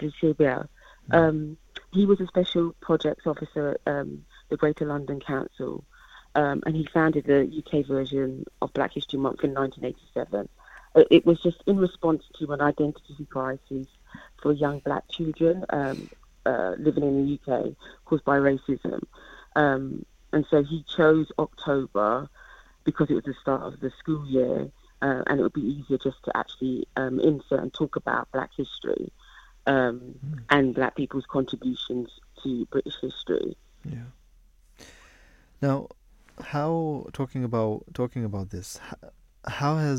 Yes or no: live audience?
no